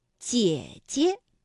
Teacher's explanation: 第二个姐呢，就要变成轻声了，读得短促而轻